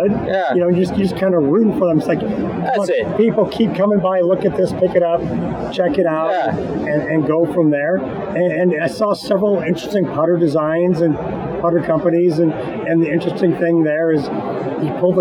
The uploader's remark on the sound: Live From the Floor of the PGA Merchandise Show.